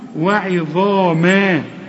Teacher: الظ أعلى درجات التفخيم، الحرف المفخم اللي بعده ألف